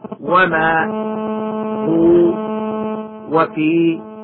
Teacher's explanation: فكل مد منفصل أصله طبيعي وقفا مثل وما هو وفي، فمده بمقدار حركتين فقط